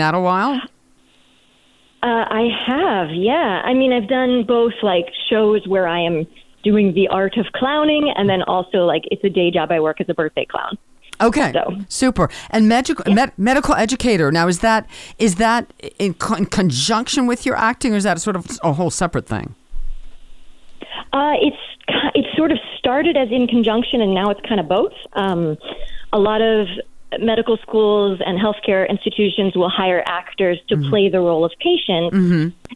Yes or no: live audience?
no